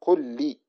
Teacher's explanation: كأنها لام واحدة مشددة. وشرطه كون الحرفين مثلين، أولهما ساكن. · Term: الإدغام